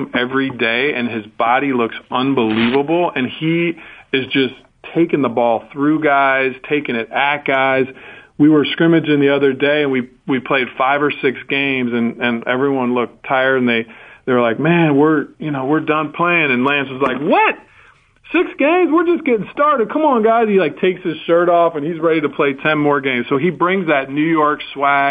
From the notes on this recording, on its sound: called in after his Media Day Presser